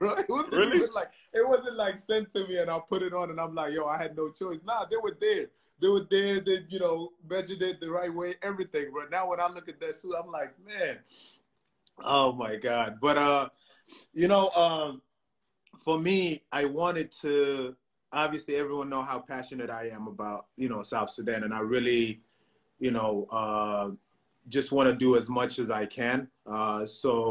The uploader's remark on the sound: Instagram live discussions